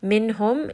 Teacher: Kathiran, ra in this case is heavy again because it has a fatha tanween. Minhum, noon here is going to have tawassut. So rest on this noon for just a little bit and make sure that you are giving it a correct and appropriate amount of time.